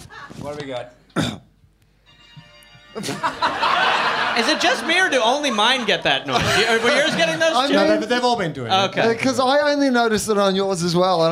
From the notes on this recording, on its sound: Recorded at Basement Comedy Club on Exhibition St, Melbourne. Recorded at Basement Comedy Club on Exhibition St, Melbourne.